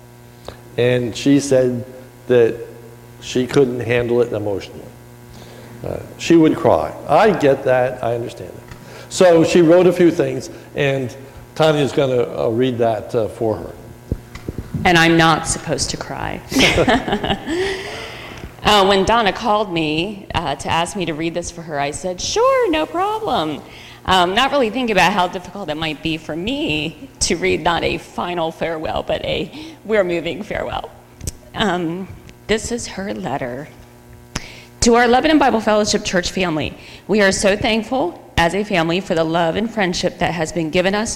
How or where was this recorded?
large echoing room